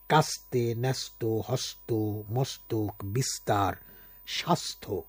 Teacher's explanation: যখন এই দন্ত স কিনা তয়ের সঙ্গে যুক্ত হয় তখন কিন্তু এর দন্ত উচ্চারণ আমরা করে থাকি · Term: দন্তমূলীয় ধ্বনি